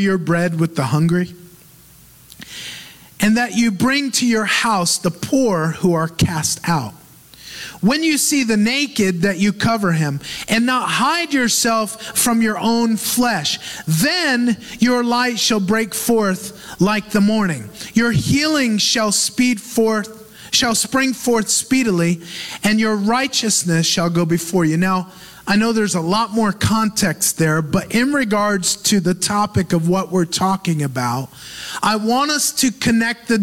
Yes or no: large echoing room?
yes